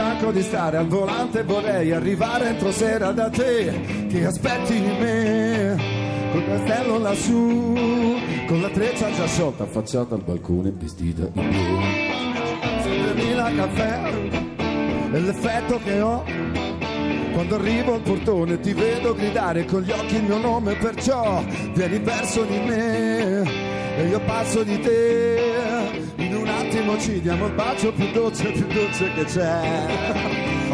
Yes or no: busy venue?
yes